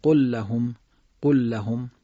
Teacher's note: لام ساکن به لام متحرک ادغام میکنیم اما قنه نمیدیم · Term: ادغام مثلین